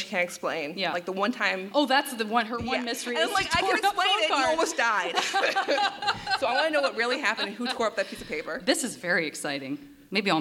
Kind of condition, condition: setting, live audience